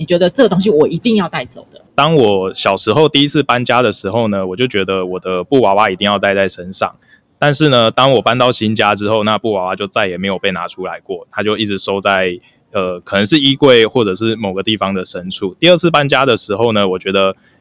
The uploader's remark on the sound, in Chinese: 台北市大安區空總臺灣當代文化實驗場。現場搭帳篷邀請觀展民眾入內錄音的空總展場特別節目。